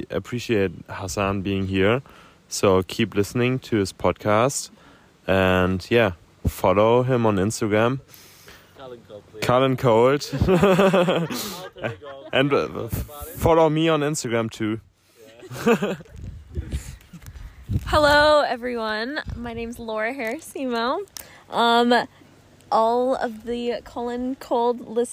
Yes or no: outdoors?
yes